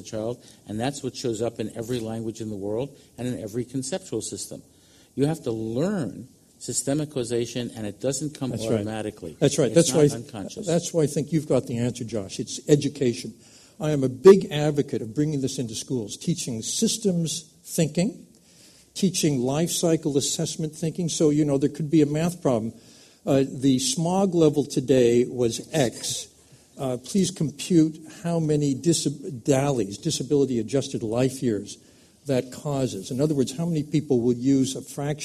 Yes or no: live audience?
yes